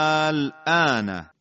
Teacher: این 3 برابر مد طبیعی کشش داشت